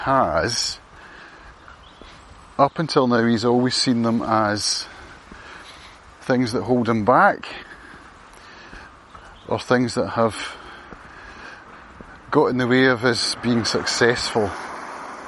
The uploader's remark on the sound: A walk and talk. Around the Field of Dreams in Lamlash.